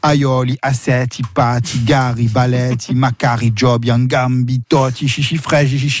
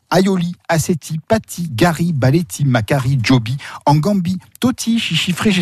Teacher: On accentue donc, si vous avez suivi, l'avant-dernière syllabe. · Shown in: first take · Term: accent tonique